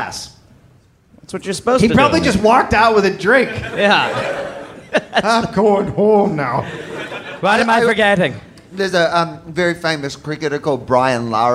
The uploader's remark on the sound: Live